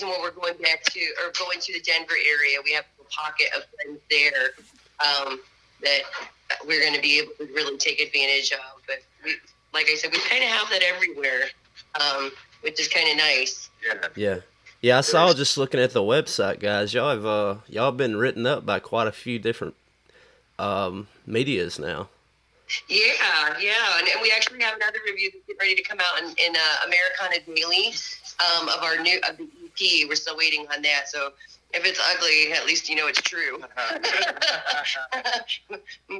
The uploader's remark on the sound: burnt the phone lines